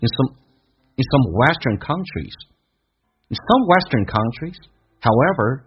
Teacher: some 不被强调，有弱化现象